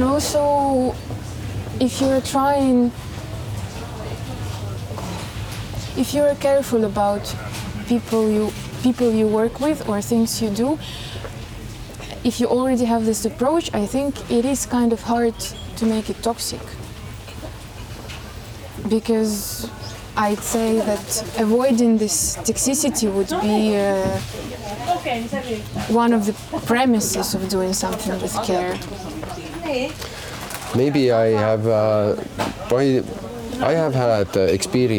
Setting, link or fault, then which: setting, outdoors